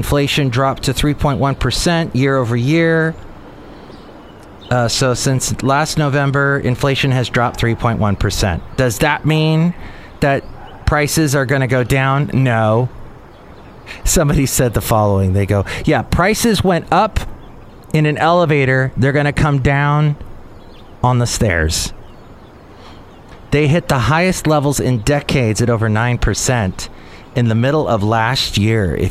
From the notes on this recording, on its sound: podcasts live from Café Anyway